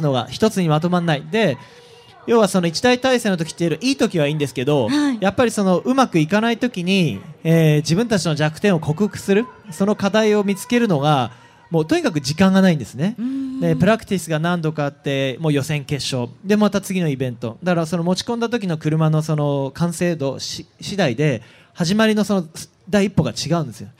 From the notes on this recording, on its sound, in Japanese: 今週はホンダレーシング・サンクスデーで行われた公開録音の模様をお届けしています。